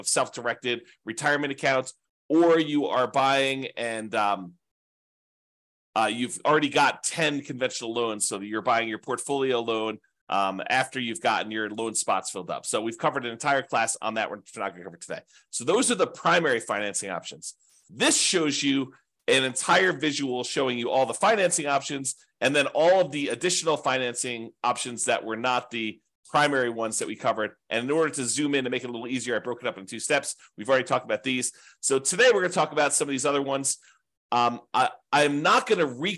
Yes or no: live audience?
no